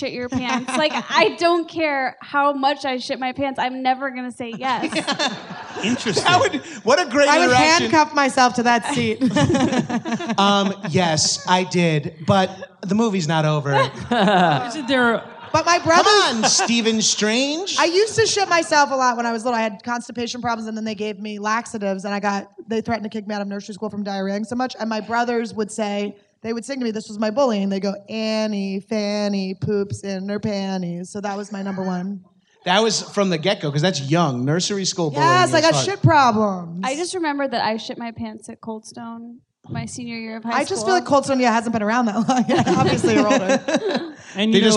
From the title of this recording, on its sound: LIVE at Just For Laughs